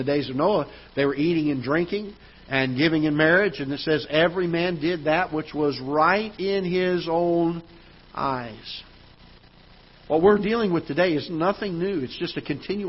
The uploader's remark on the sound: Ketha Heights Baptist Church ~ Live Broadcast